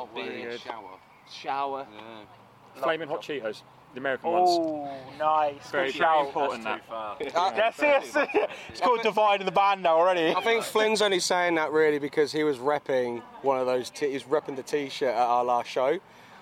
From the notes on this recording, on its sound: Recorded in the beer garden of B2 in Norwich.